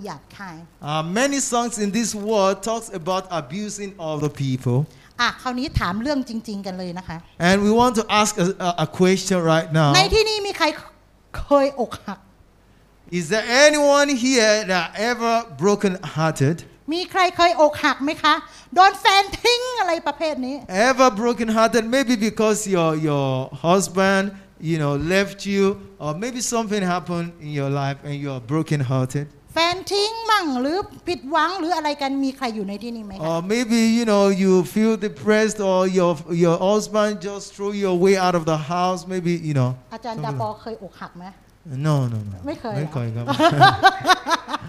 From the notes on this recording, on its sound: This Sunday sermon was Preached Live